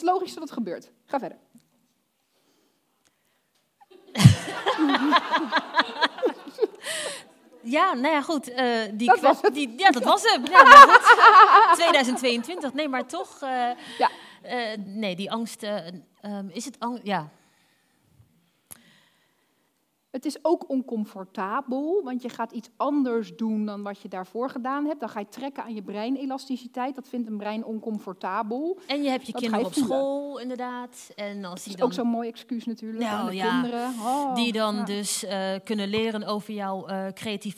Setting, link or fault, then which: setting, live audience